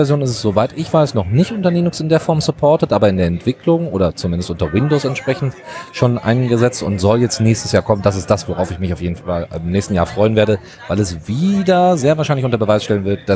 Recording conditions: busy venue